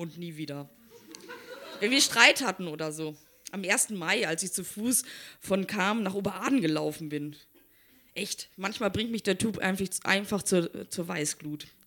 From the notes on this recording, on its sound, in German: Auswahl der Beiträge von der „texte von gestern“-Liveshow. Im Monarch, Berlin. Heißen Dank an den Monarch, unser tolles Publikum.